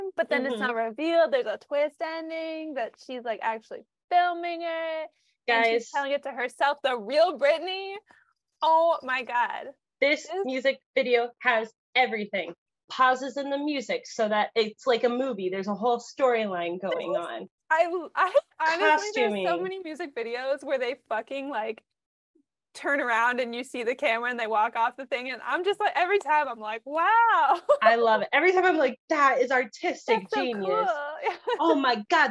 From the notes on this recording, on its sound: We are broke so we do not have any semblance of recording equipment, sorry!